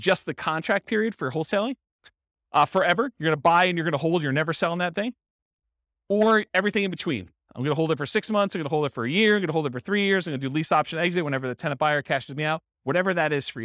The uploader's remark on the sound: This was a live class recorded